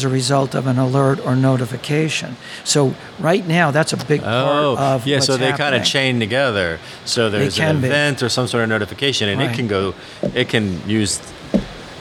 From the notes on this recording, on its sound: on location at the Oil & Gas IoT conference